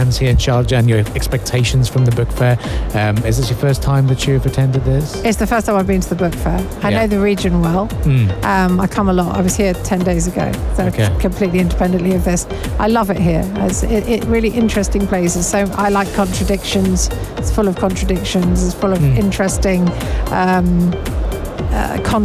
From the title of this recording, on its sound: Live from SIBF 2023